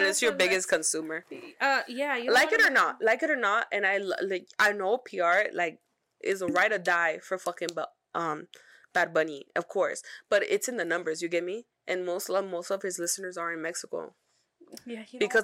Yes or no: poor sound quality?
yes